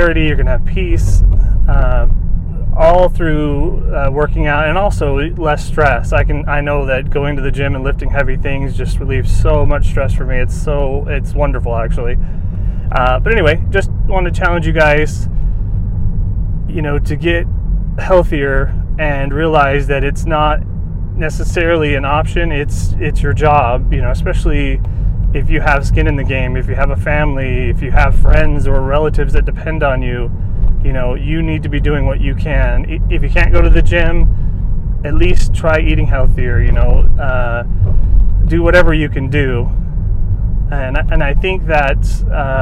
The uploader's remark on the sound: I recorded this as a YouTube video in my car